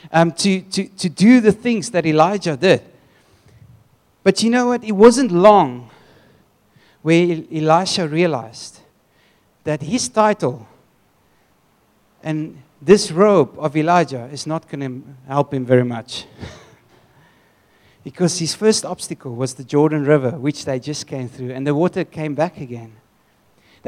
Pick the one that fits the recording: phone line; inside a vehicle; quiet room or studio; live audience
live audience